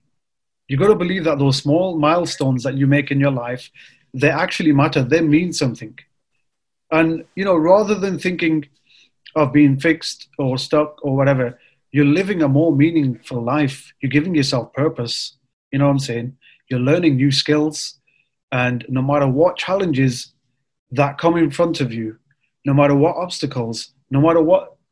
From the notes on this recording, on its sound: It was recorded live via zoom for the newly launched brothers show.